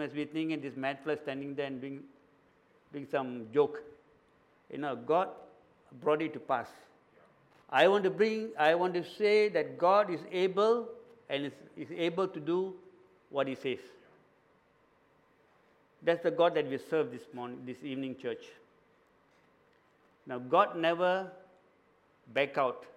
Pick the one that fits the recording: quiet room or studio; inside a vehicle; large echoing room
large echoing room